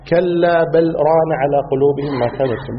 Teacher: والقراءة الثالثة بدون سكت مع الإظهار